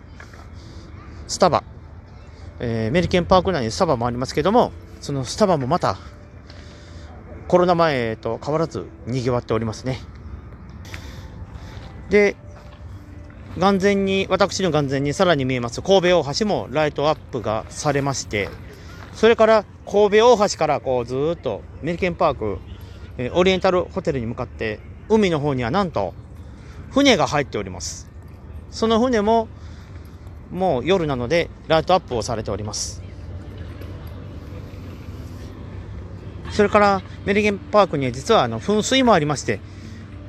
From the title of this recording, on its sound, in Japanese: 今回は神戸メリケンパークからの収録ですねん